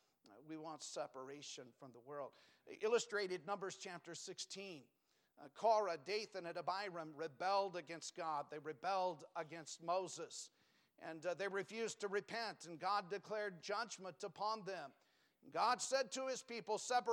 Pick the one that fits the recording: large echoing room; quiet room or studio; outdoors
large echoing room